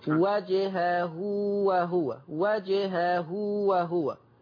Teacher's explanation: الأولى بيان القلقلة لحرف الجيم وجهه، الملاحظة الثانية ها هنا مد صلة صغرى يمد بمقدار حركتين فقط